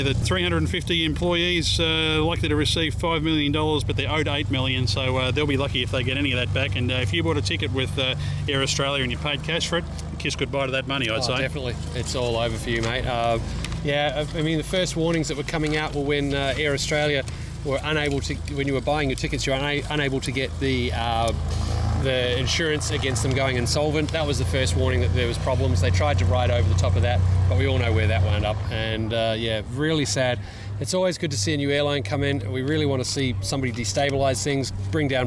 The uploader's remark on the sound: Live on the Ramp at Tyabb Airshow. On the ramp at Tyabb airport following the Tyabb Airshow 2012.